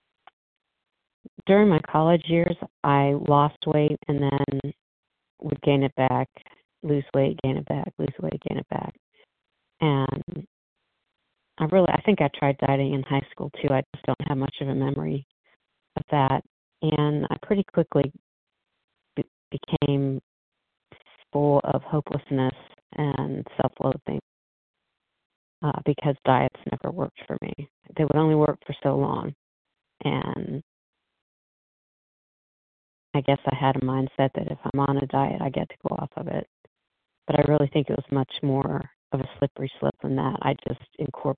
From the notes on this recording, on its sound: 100 Pounders Phone Meeting